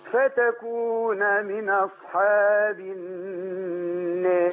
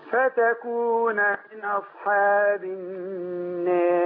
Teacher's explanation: انتبه أن الألف المقللة يتبعها ترقيق الراء · Shown in: second take